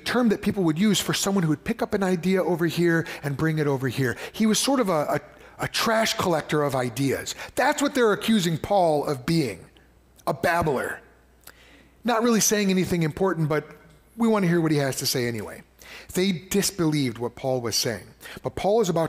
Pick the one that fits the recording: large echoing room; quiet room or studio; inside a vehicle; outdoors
large echoing room